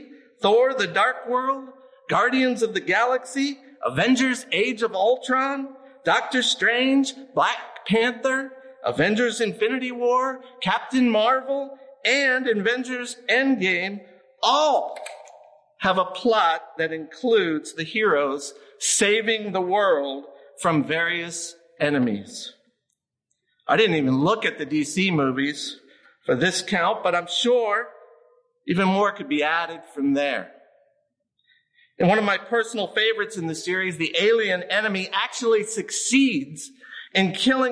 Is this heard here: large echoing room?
yes